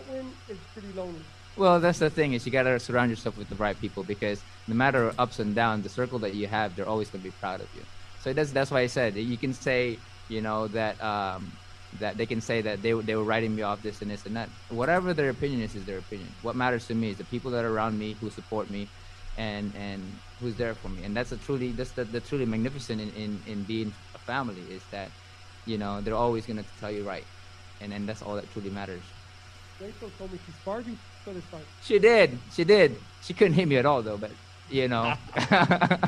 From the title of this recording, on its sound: Post fight Press Conference